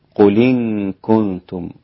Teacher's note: أولا، قل إن، هذا الحكم يسمى النقل، نقل أي شيء، نقل حركة الهمزة إن الكسرة إن قل إن إلى الساكن قبلها وهي اللام في قل، فيصير النطق بالساكن بالكسر قلي